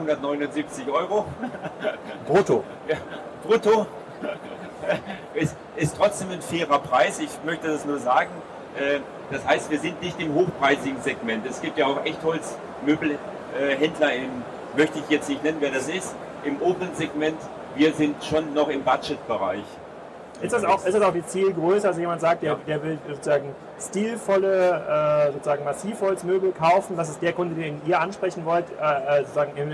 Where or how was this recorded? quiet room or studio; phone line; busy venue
busy venue